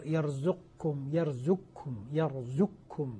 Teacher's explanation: تسقط القاف في الكاف ذاتا وصفة لا يبقى للقاف أثر · Term: إدغام كامل